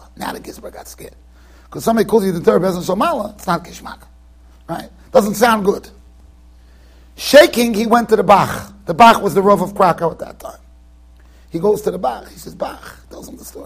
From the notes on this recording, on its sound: Shiur recorded in Yeshivas Ohr Reuven, Monsey NY.